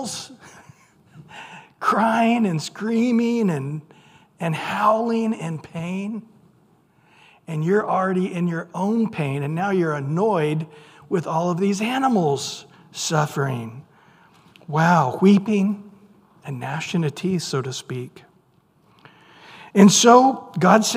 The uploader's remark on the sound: Recorded at Calvary Chapel of Los Alamitos